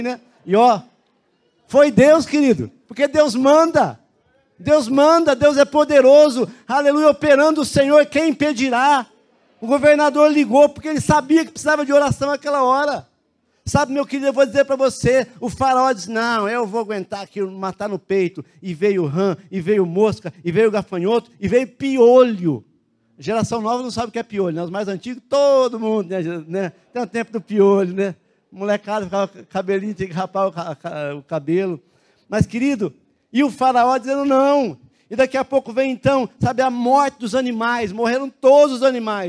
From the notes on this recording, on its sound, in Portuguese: Em nosso Culto de Celebração. Na Igreja ABA Curitiba (Transmitido ao vivo).